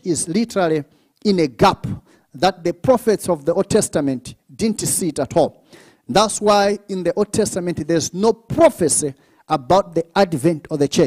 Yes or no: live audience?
yes